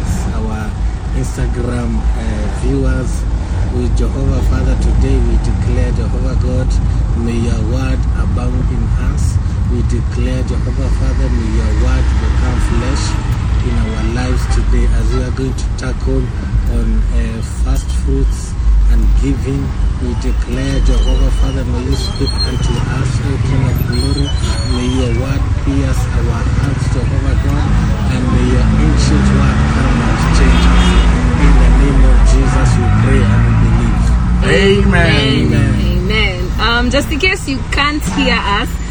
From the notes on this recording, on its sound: we will finish with an Instagram Live